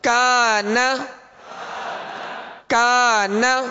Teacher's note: اب اس الف مدہ سے پہلے حرف کاف، ڈنڈی والا کاف ہے، باریک کاف ہے، لہذا اس الف کو باریک پڑھیں گے